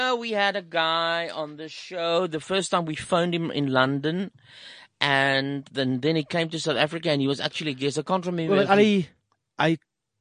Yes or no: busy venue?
no